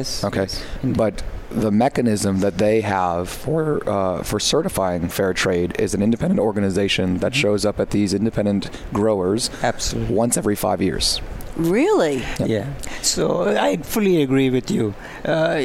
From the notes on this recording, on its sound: live at SAPPHIRE NOW 2017!